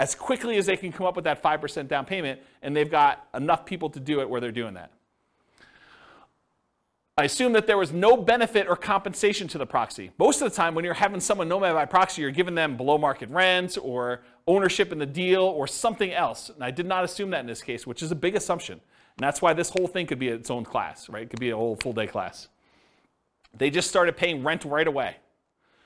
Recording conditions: live audience